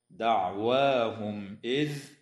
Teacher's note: إظهار شفوي للميم الساكنة عند الهمزة